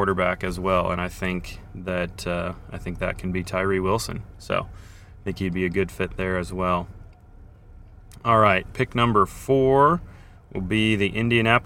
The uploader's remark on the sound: Coming to you live from downtown KC on the morning of the draft.